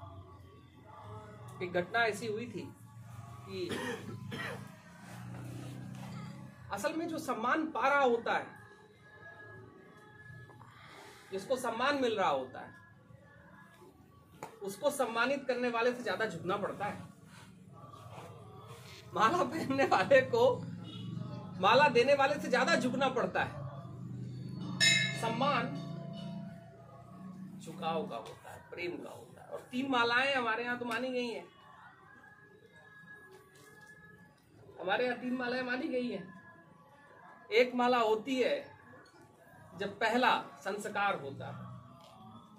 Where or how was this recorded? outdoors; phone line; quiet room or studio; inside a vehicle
outdoors